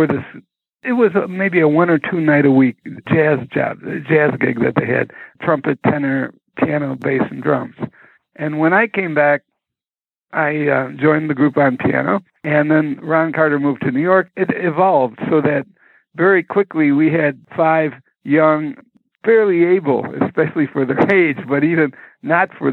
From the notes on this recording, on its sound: This telephone interview goes back to the radio days.